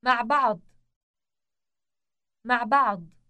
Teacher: both words contain the sound that is produced deep in the throat